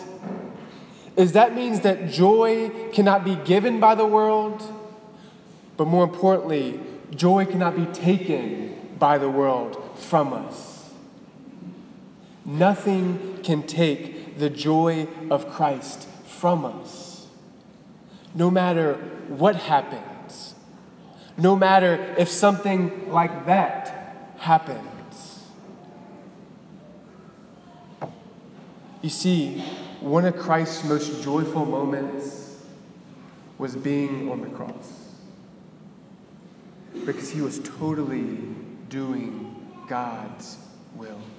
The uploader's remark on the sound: Delivered on May 6, 2018 at the Cathedral of the Nativity of the Blessed Virgin Mary in Biloxi, MS.